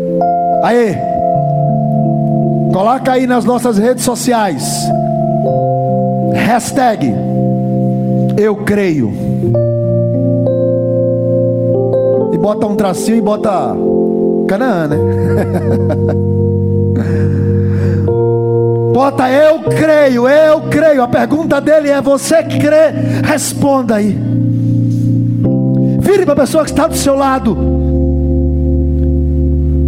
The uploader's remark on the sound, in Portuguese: MENSAGEM GRAVADA NO CULTO ON LINE DA IGREJA CANAÃ RECIFE NA TARDE DO DOMINGO, DIA 26 DE ABRIL DE 2020.